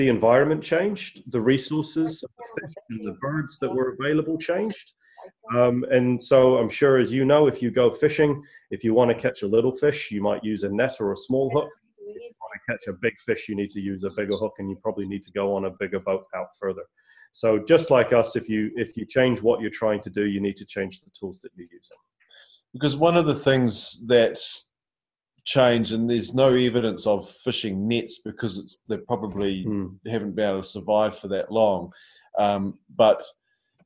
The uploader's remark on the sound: LEARNZ web conference